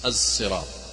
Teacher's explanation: الصراط ليس الصراط وليس الزراط زاي وليس الصراط خالصة، وإنما كأن خلط الصاد بالزاي طلع لنا حرف جديد الصراط. هذه ما يسمونه الإشمام، وهي لا تؤخذ إلا بالتلقي من المشايخ.